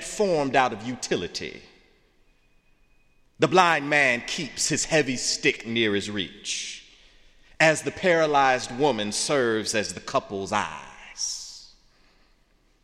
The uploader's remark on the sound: in the Memorial Church